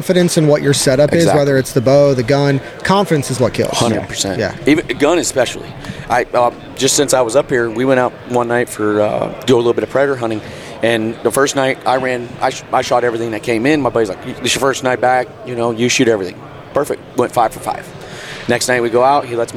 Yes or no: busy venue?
yes